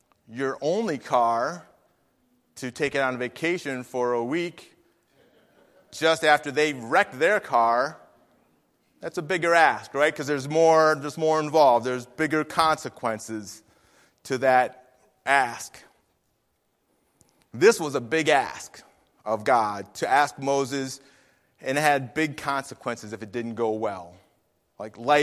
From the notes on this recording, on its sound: Faith Baptist Church in Hamilton, NJ.